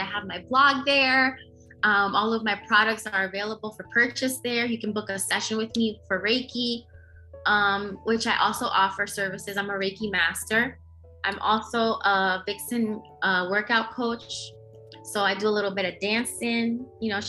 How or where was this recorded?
video call